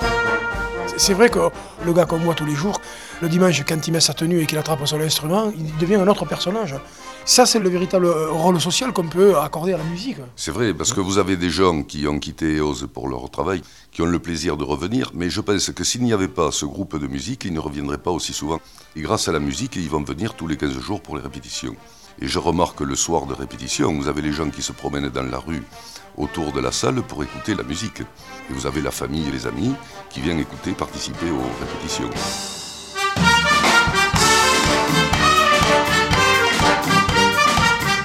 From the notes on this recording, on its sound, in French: Toutes les musiques ont été enregistrées en live sur place